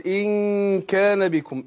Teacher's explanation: يقول إن كان أقول إن كان بكم إن طبعا هي بخفي النون عند الكاف